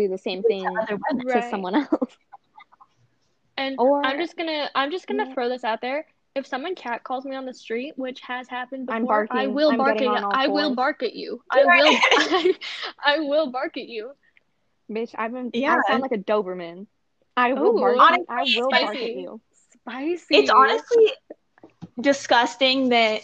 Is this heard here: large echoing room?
no